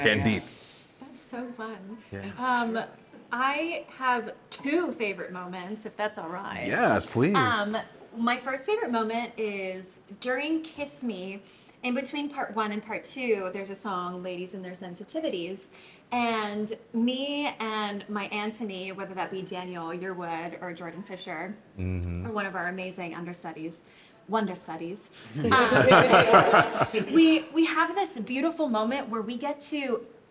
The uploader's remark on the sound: 2023 BroadwayCon Live Panel. Taped during a live panel at the 2023 BroadwayCon event on Friday, July 21.